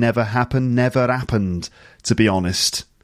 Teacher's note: And hear the alveolar tap between never happened